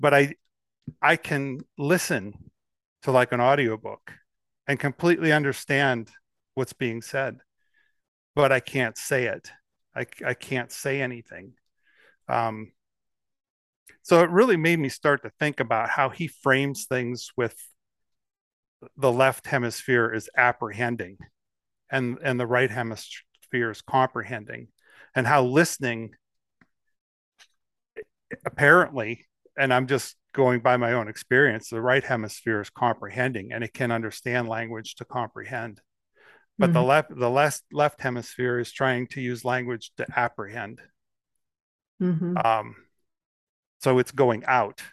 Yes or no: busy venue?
no